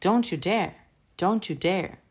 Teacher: Любой практически глагол в отрицании — будет стоять под ударением. Dare тоже как контентное слово, как глагол, мы выделяем опять тоном, и you у нас проваливается.